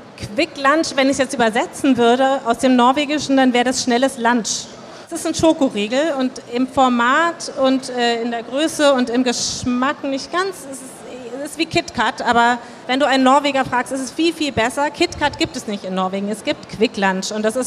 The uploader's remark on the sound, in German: live von der Frankfurter Buchmesse